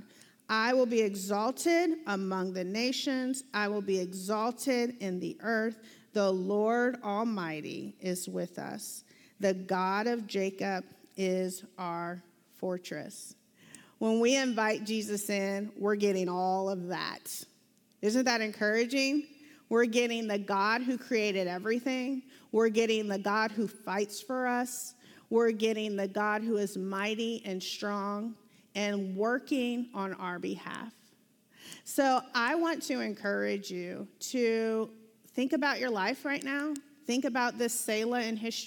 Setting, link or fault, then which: setting, large echoing room